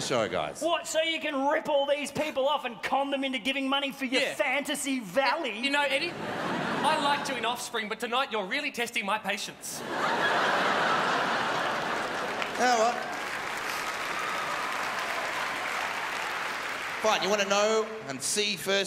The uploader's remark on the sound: The Melbourne International Comedy Festival Oxfam Gala 2014